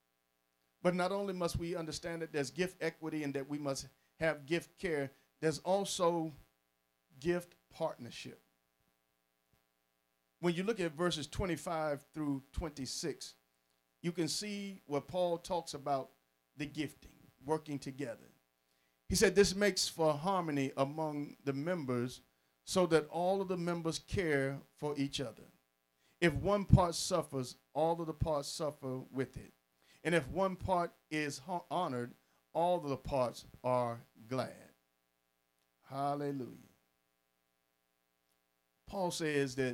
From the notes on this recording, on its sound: Sermon preached from Wesley AME Zion Church.